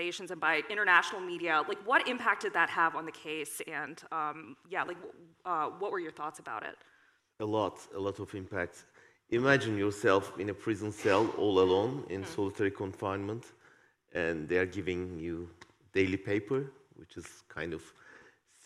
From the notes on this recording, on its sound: This panel discussion, recorded at the 2022 Oslo Freedom Forum.